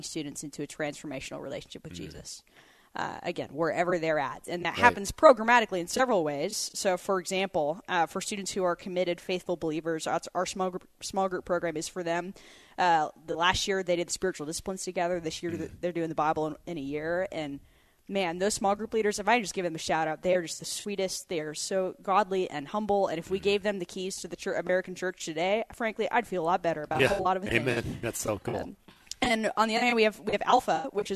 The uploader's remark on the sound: Talks to people at the Christian Ethics Conference about Montreat College.